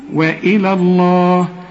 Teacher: علشان لفظ الجلالة هنا مفخم، لكن اللي قبلها حروف مرققة، قل لي وإلى الله، رقق وبعدين فخم لفظ الجلالة